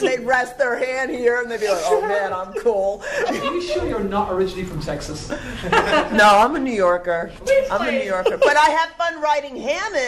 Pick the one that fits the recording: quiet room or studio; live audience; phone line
live audience